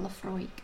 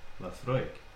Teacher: And if you're from Oban, you say it like Laphroaig. With rolling your R's. · Shown in: second take